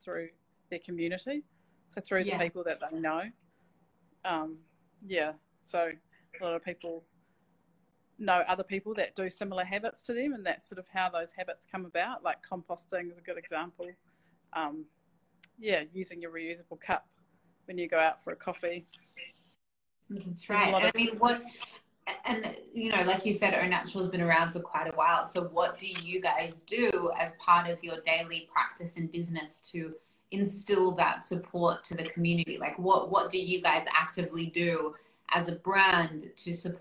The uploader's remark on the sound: live Instagram interview